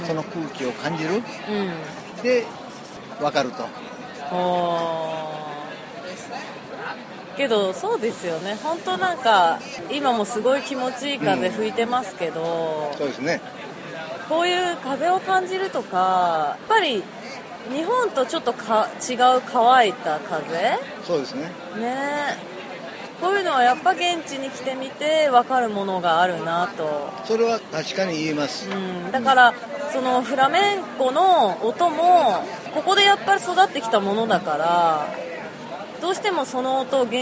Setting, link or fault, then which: setting, busy venue